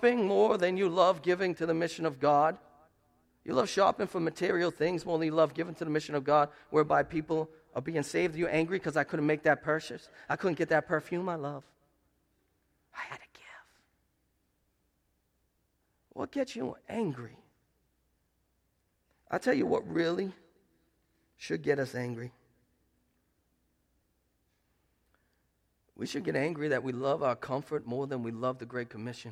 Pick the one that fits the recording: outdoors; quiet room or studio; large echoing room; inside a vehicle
large echoing room